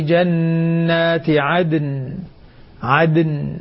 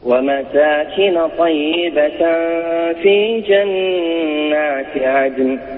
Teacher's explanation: القلقلة هي التي تظهر الدال، خاصة أنه ساكنان متصلان · Term: قلقلة الدال